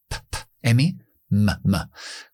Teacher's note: Como tengo esas dos consonantes juntos los dos son bilabiales, tengo que juntar los labios.